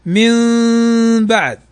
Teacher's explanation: من بعد نون بعدها الباء، هنا إقلاب، تقلب النون ميما